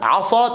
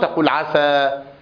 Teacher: عندنا كذلك مهموسة، رخوة، هذه الصفات الذاتية لحرف الصاد لا ينبغي أن تفارقه أبدا، بحيث أنك لو فارقت مثلا بالنسبة للصاد صفة الاستعلاء فجعلتها مستفلة صارت الصاد سينة